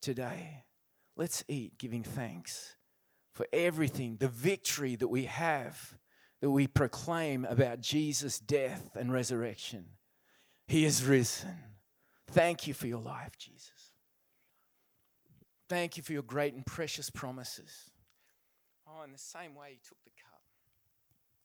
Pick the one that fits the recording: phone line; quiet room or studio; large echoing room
large echoing room